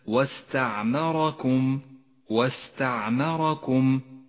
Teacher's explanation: فخم الراء في كلمة واستعمركم، واستعمركم لأنها مفتوحة